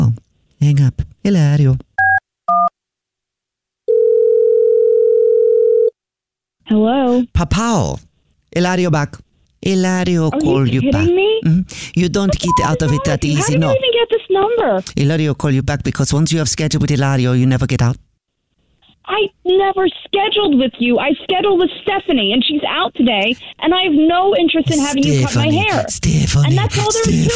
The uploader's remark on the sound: Phone Prank